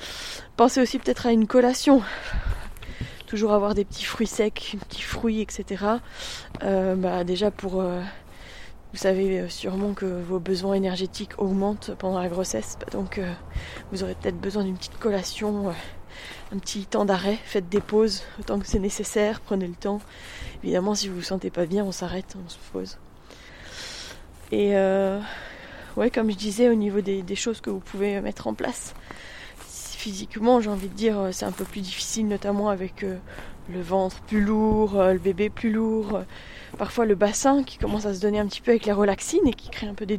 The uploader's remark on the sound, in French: Je vous emmène en balade matinale, défi créatif du jour, enregistrant cet épisode tout en déambulant dans le village. Il est 7 heures du matin, l'église vient de sonner.